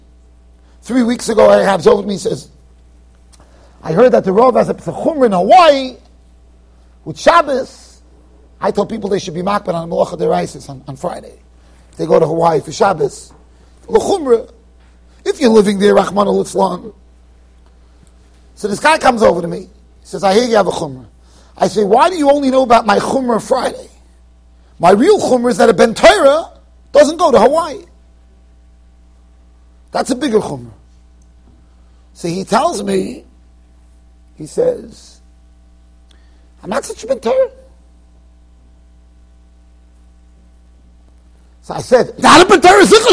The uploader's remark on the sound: Shiur recorded in Yeshivas Ohr Reuven, Monsey NY.